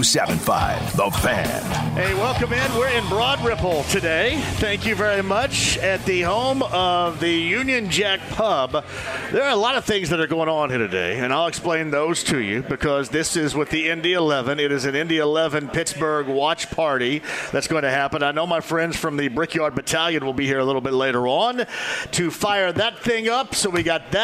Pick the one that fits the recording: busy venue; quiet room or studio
busy venue